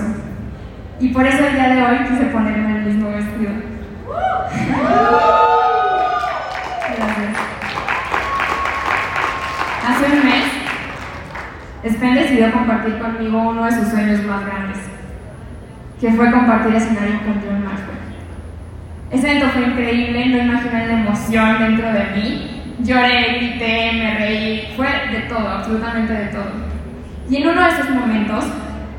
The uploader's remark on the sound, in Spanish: En este episodio te comparto la grabación de mi conferencia.